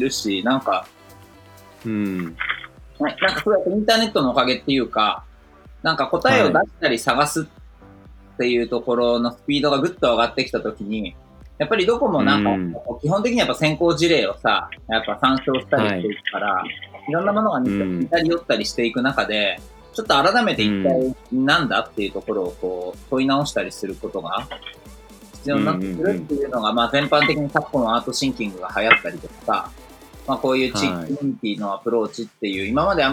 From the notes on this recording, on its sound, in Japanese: 平日の朝8時、それぞれのSoloランニングから帰宅したメンバーとオンラインスタジオで集い、「はじまりの時間」をシェアするエピソードを収録！